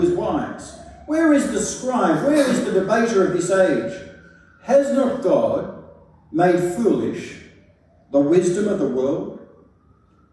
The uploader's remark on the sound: A sermon preached at St Stephen's Bellevue Hill on Good Friday 7th April 2023.